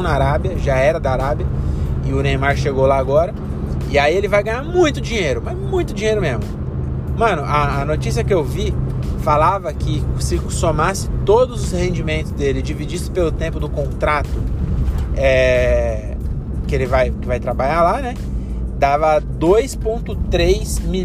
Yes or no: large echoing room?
no